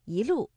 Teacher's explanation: “一路霜林”，我们的“一”读二声